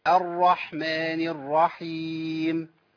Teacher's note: اللام دي شمسيه لا تنطق